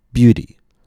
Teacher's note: If I take the root beauty, notice how the stress falls on the first syllable. Beauty, long vowel, higher pitch